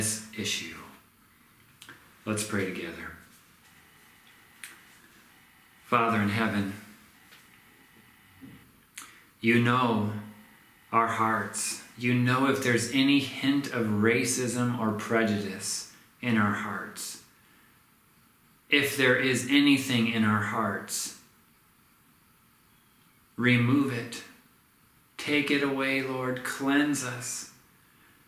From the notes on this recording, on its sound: This sermon was recorded at Middle East University